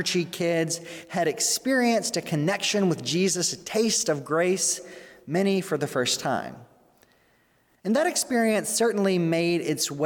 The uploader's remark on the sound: during the Sunday November 22, 2020 service, at First Presbyterian Church of Arlington Heights, Illinois